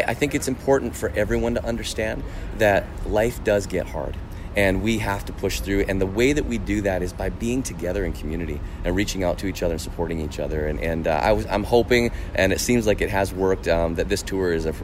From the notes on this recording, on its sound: Recorded backstage during The Journey Tour at Budweiser Gardens in London.